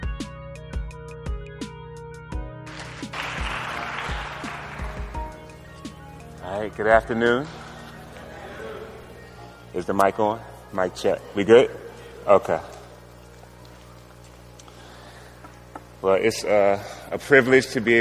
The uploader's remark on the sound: preached at the 2017 ONE HOPE Conference